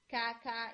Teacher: का ये आवाज आती है, इसमें थोड़ी एरी साउंड होती है